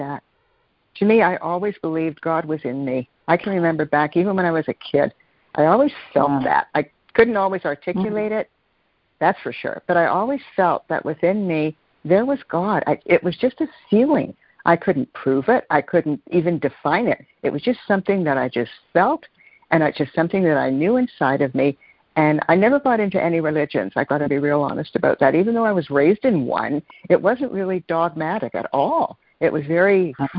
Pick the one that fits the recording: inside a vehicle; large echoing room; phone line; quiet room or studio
phone line